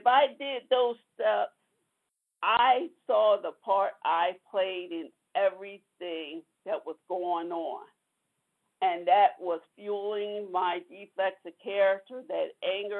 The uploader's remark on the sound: from the 100 Pounders Phone Meeting, 2/13/23